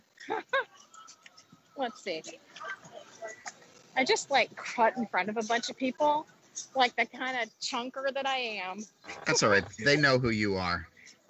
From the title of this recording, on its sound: Live from Disney Springs